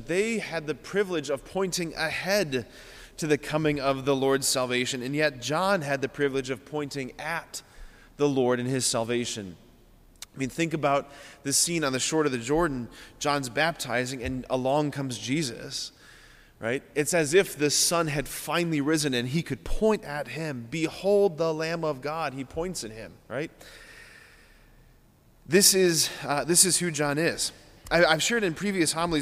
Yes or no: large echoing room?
yes